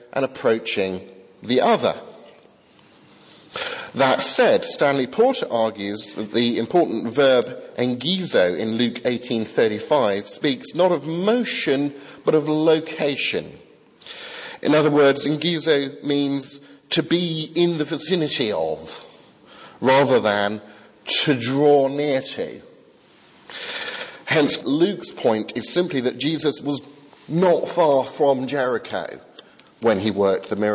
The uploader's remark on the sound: from the 8 am service at Highfield Church Southampton, Sunday 15th Febuary 2015.